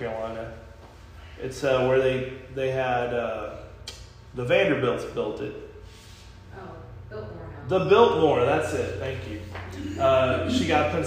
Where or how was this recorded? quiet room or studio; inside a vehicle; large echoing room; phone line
large echoing room